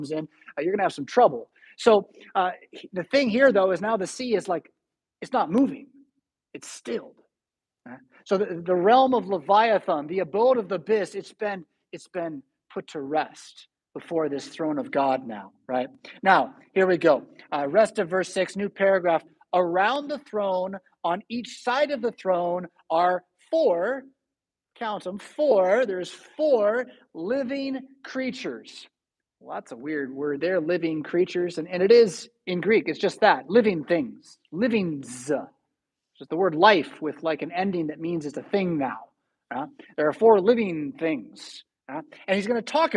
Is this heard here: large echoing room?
yes